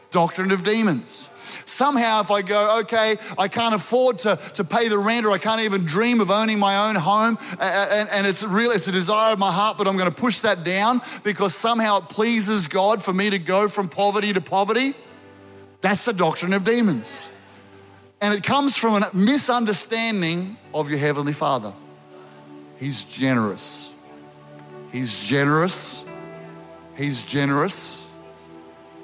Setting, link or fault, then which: setting, live audience